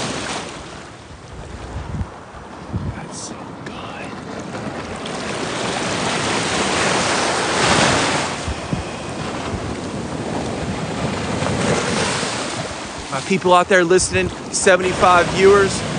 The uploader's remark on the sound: A live TikTok beach monologue from the scenic sunrise at Wrightsville Beach. In this episode, I take you on a live journey through TikTok, capturing the mesmerizing sunrise over the ocean. The discussion intertwines with live photography, capturing the breathtaking moments of the morning.